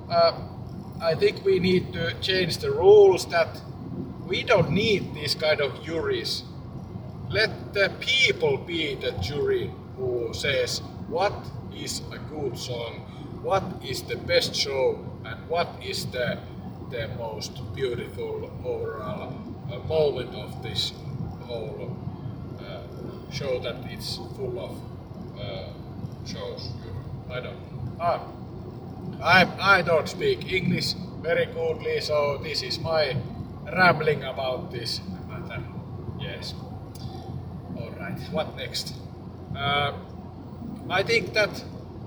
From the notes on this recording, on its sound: The quality is poor and I mumble a lot but it's recorded on car wheel and purely freestyle.